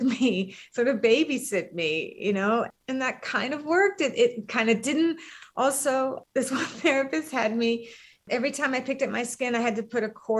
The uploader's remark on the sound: This episode was recorded as a live virtual session held during the 17th annual ISSS Conference on June 24, 2022.